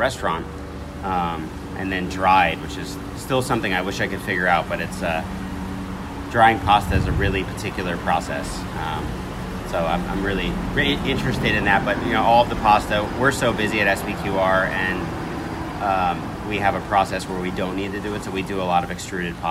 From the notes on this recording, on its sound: "On the Road" at SOBEWFF 2019. Today's show features three interviews with festival participants.